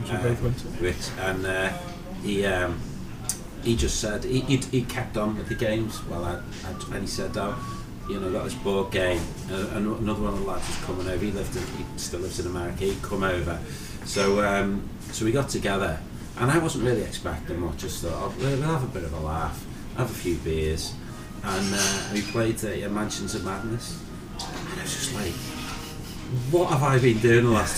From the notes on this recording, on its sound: Recorded 'live' from the Geek Retreat Games store in Liverpool city centre.